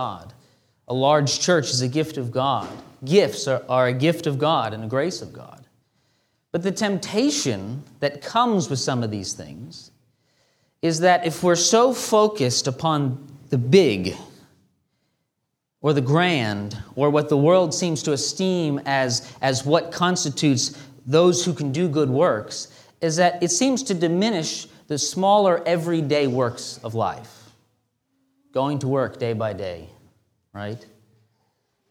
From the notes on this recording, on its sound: This sermon was delivered on April 9, 2023 at Antioch Presbyterian Church. A mission work of Calvary Presbytery of the Presbyterian Church in America located in Woodruff, South Carolina.